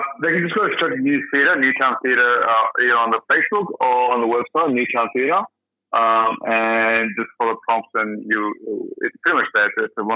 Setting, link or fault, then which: link, phone line